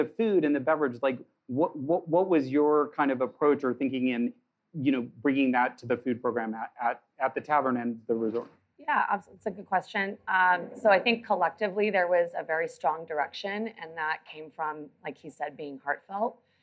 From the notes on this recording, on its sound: We’re sharing a live recording from a recent event held at Mattei’s Tavern in Los Olivos, and hosted by the Santa Barbara Culinary Experience. At this special sneak peek event.